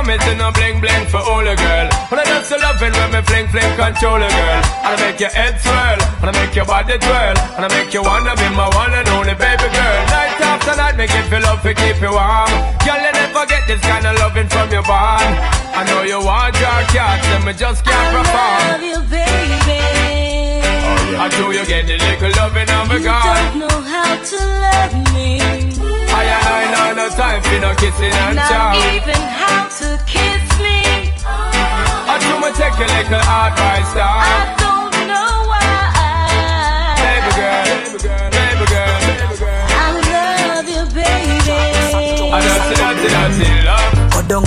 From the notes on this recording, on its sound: AFRO BEATS AND VIBES LIVE AT THE CAMP IN HUNTSVILLE AL